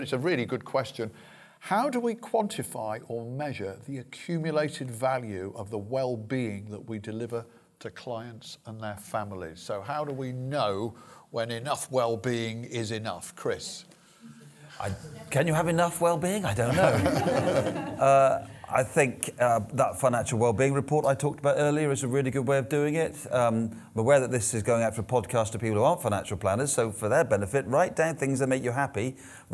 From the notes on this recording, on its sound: The Financial Wellbeing Conference 2019. Under the iconic wings of Concorde. Panel Discussion from the conference.